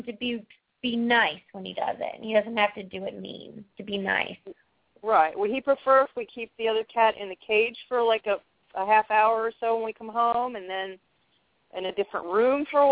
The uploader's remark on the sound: Open up the lines for listeners to call.